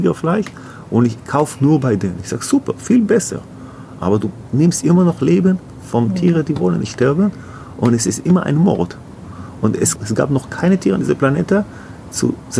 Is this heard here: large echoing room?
no